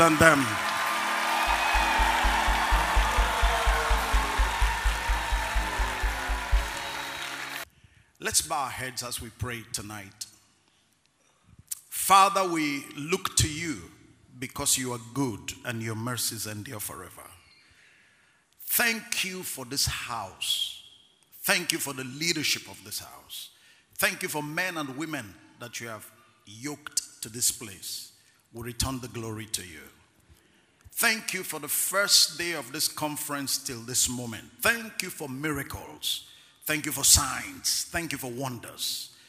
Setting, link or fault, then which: setting, live audience